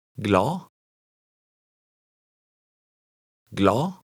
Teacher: The D at the end is silent.